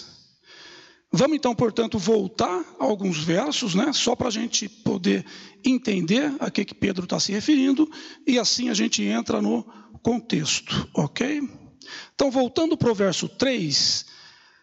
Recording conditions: large echoing room